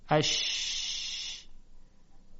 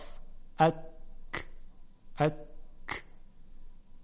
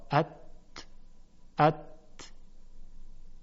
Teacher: هیچ کدوم اینها در تلفظشون تارهای صوتی مرتعش نمیشوند. · Term: همس